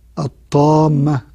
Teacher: أما الحروف الشمسية فهي لام لا تظهر في النطق ولكن تضغم في الحرف الذي يليها، ويكون الحرف اللي بعدها حرف مشدد · Term: اللام الشمسية